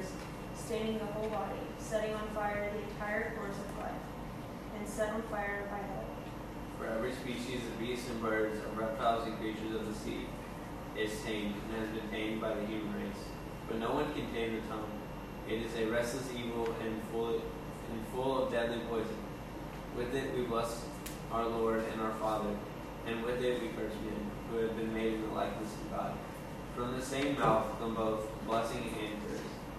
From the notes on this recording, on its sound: A sermon preached at a community Bible study